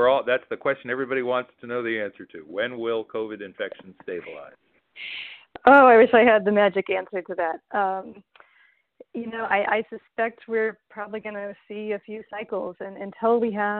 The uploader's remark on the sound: Telephone Town Hall July 19th